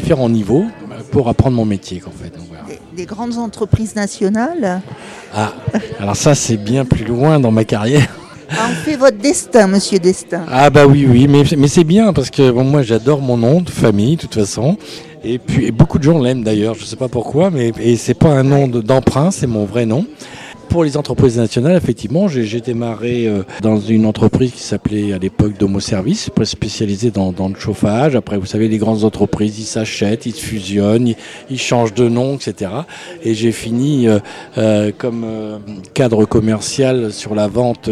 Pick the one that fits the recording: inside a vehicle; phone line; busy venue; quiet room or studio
busy venue